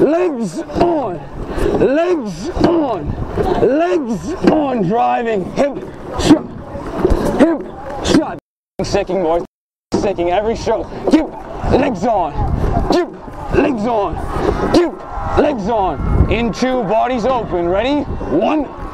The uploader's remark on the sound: Rowing Coxswain Recording 4+ National Final. Lightweight 4+ Recording.